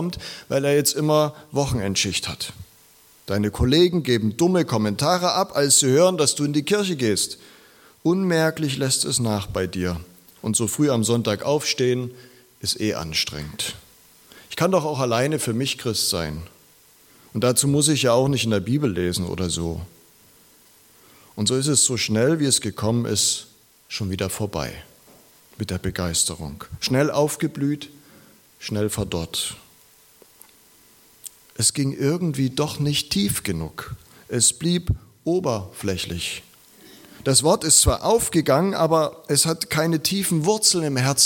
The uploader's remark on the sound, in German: Predigt aus der LKG Rostock